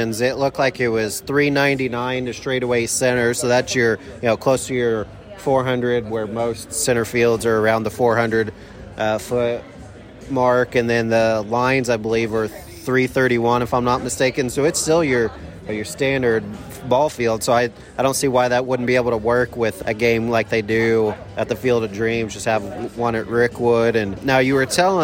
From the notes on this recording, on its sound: Recorded together in person in Birmingham, Alabama. We recorded live together from inside Regions Field, home of the Double-A Birmingham Barons.